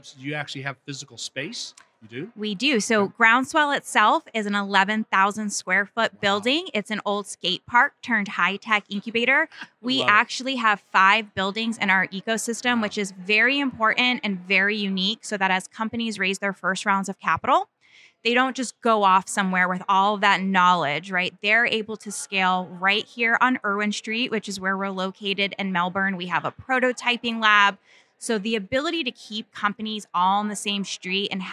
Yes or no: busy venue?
yes